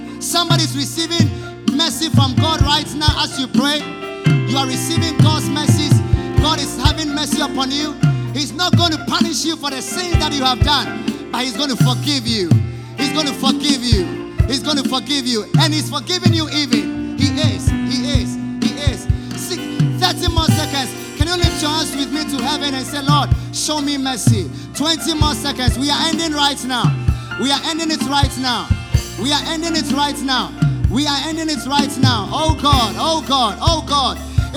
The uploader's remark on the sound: Preached At The First Love Centre, Accra